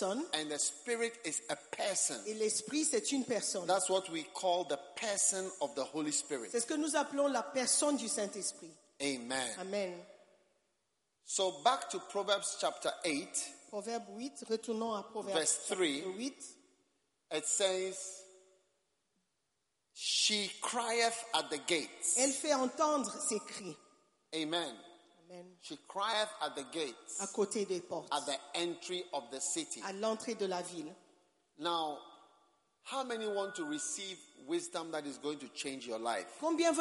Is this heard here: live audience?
yes